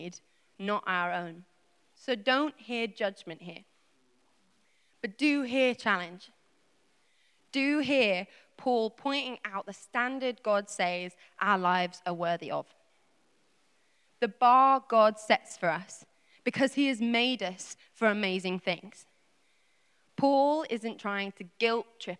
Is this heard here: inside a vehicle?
no